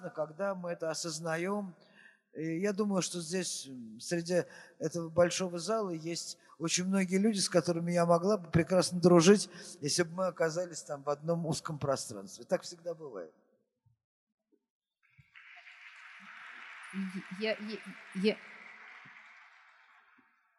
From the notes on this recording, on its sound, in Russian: Фестиваль «Слова и музыка Свободы». Общение с публикой, ответы на вопросы.